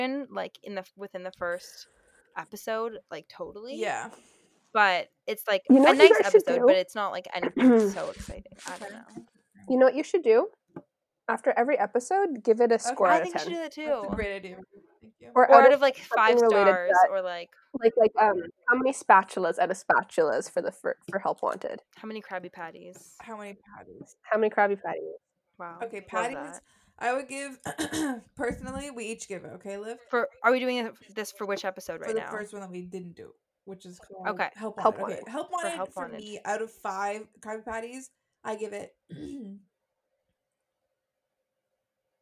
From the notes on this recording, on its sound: we promise the audio gets better!!